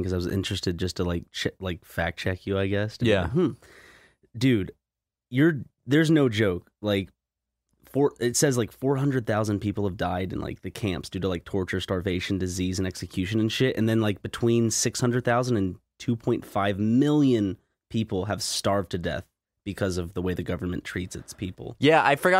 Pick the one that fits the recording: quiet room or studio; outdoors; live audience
quiet room or studio